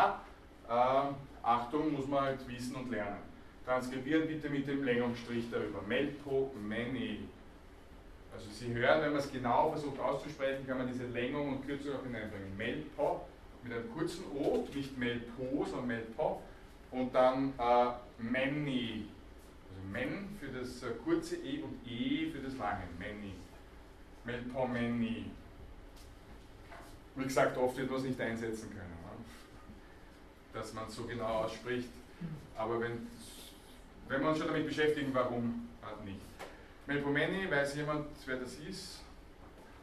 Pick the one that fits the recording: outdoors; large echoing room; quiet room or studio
large echoing room